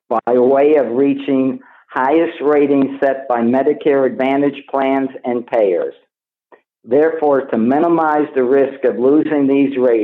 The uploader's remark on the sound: Progressive Care Shareholder Conference Call.